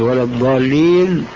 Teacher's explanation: فهي ضاد رخوة يقترن معها الاستطالة، بحيث لو أراد الإنسان أن يمد نفسه بالضاد ولا الضالين لاستطاع، خلافا للضاد الشامية فإنه ينقطع وينصدم. · Term: الضاد العربية الصحيحة